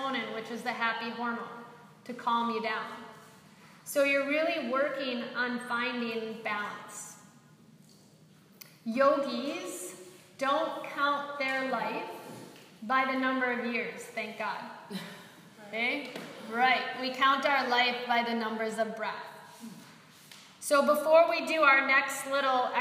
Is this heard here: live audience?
yes